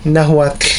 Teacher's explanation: the T and the L has a similar sound, but the L has like a sh sound at the end, and it's almost silent